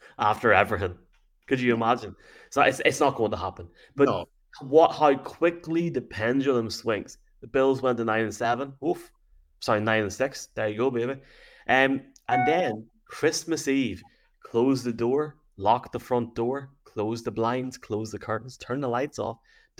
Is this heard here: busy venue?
no